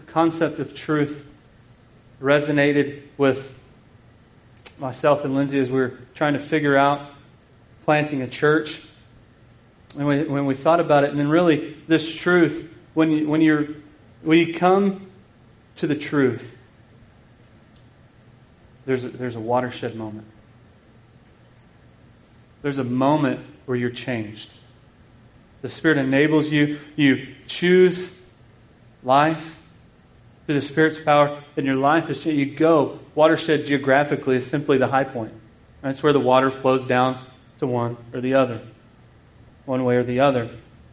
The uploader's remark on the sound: This sermon was preached at Grace Bible Church in KIlleen, Texas.